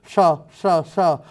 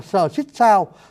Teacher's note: cái âm S của người Việt Nam miền Nam á, nó ở đằng sau răng luôn, sờ, nó cuốn lưỡi lên và nó sờ như thế này là sờ xích sao.